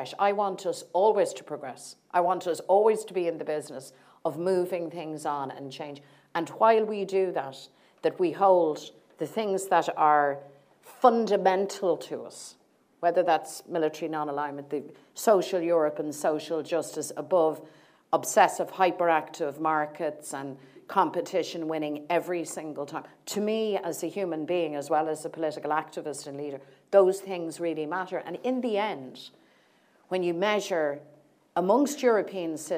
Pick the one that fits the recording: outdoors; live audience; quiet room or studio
live audience